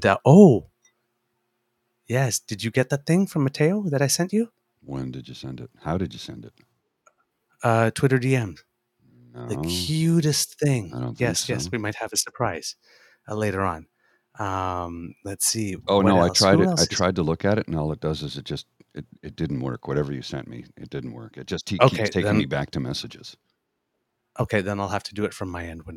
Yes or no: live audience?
no